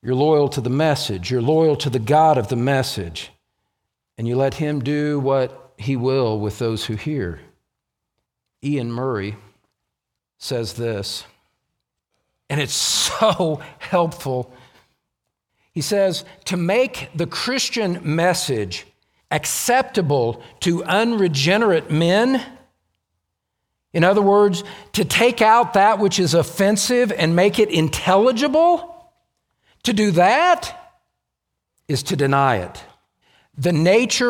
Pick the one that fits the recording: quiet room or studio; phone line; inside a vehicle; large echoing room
large echoing room